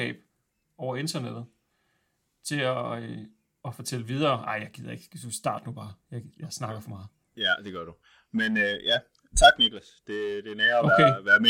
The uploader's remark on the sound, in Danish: Endnu engang døjer vi lidt med lyden, men vi arbejder på sagen.